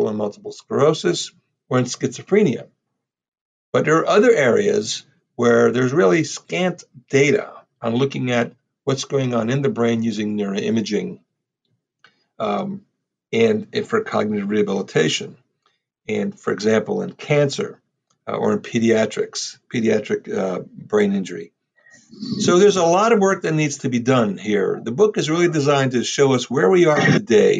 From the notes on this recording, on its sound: This podcast was recorded on Monday, October 5, 2020 remotely